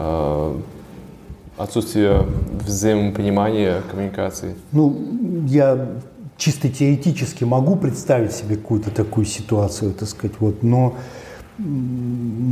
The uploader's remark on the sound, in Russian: на встрече, посвящённой 5-летию школы NordicWalking